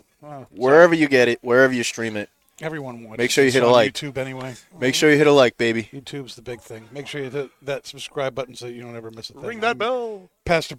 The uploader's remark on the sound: Recorded live from the 7-20-4 Lounge!